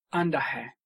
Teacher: And the accent is coming on the penultimate syllable.